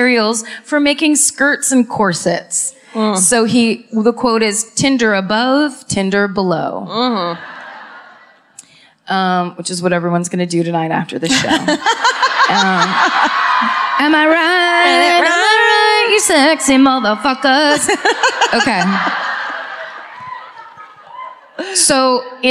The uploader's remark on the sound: Live at the Chevalier Theatre in Medford, MA (2018)